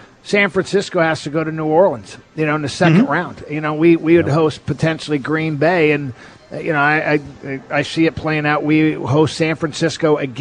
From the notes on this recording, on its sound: live at Snoqualmie Casino